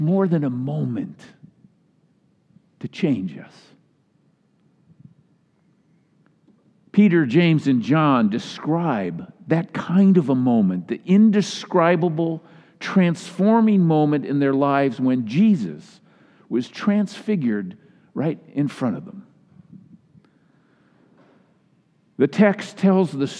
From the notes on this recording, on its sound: Delivered during the Traditional Worship Service